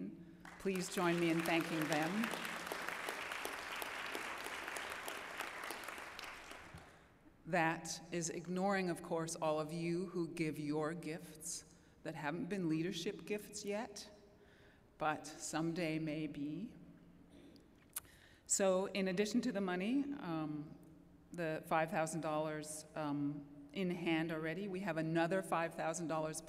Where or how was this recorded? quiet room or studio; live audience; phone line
live audience